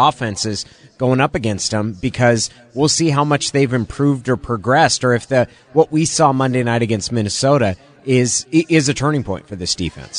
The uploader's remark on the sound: Live at Pearl Seafood and Oyster bar.